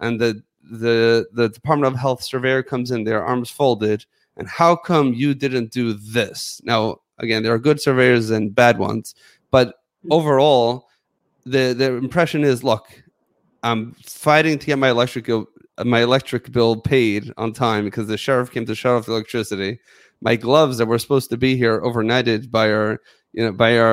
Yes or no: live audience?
no